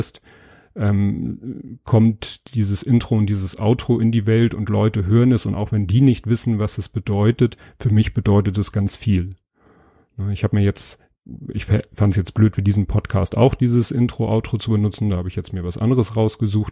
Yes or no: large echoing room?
no